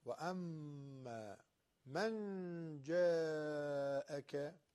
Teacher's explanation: نون ساکن به جیم رسیده اخفا میشه دو حرکت کشش